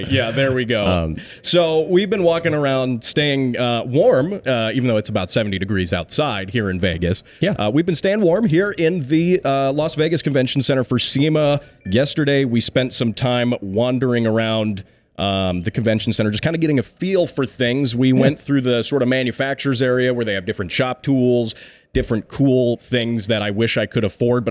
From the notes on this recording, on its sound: SEMA 2023 Was Wild! LIVE from Vegas.